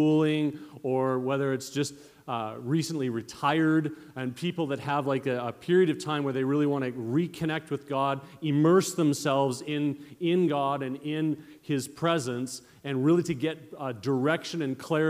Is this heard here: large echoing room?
yes